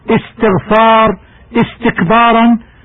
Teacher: نقطع الهمزة عند الابتداء بالكسر · Term: همزة المصدر الخماسي